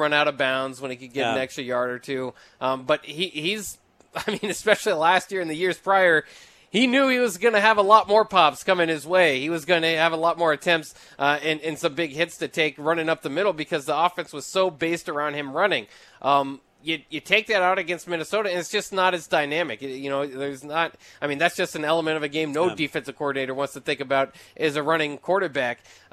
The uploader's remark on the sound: Tailgate Tuesday live from Chick-Fil-A